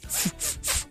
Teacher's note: f，是属于唇齿的摩擦音，啊，它发不了，它只能发成双唇的那种鼻塞音，所以它就变成，f，它发不了，f，它只能发，噗。